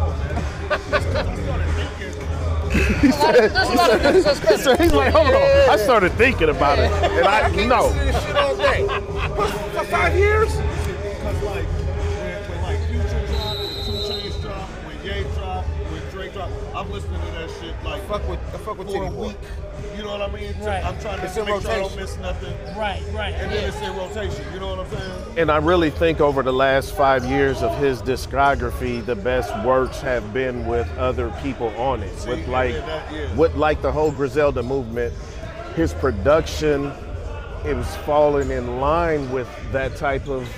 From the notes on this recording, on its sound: On This Episode Of The Podcast We Are On Location At Southeast High School For The Men’s Basketball League